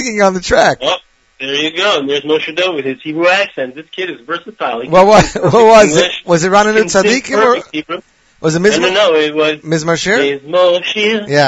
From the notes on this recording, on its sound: will phone in from Israel